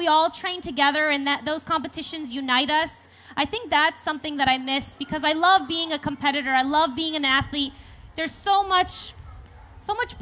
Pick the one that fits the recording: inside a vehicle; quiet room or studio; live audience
live audience